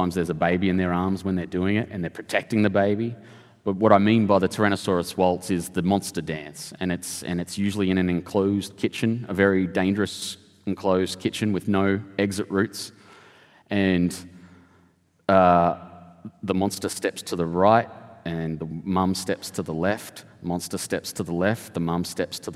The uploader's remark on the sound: This episode was recorded at a special Sydney Writers' Festival event in October 2023.